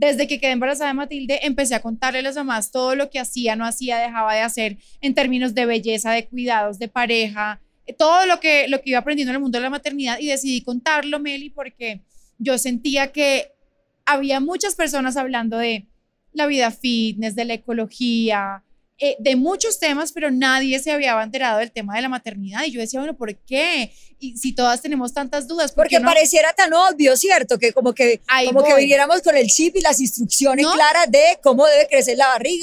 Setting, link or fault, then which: setting, busy venue